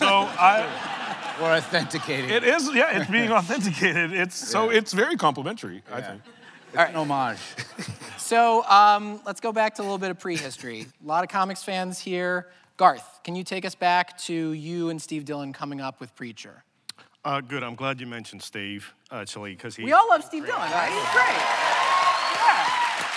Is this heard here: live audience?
yes